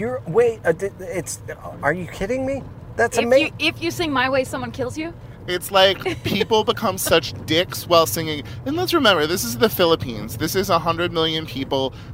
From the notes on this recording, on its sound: Back in the car again. Night time driving, loud sirens, dangerous wet road conditions. More than periodically looking down to make sure the levels are stable.